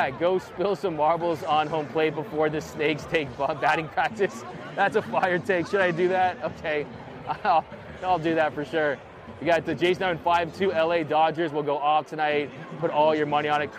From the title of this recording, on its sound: Live From Dodger Stadium